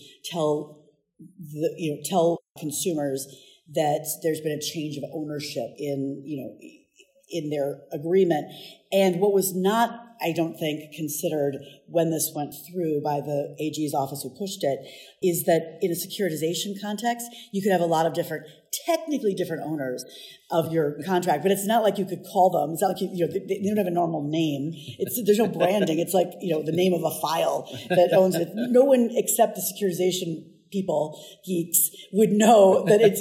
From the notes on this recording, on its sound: recorded in Las Vegas at the end of the organization’s annual Vehicle Finance Conference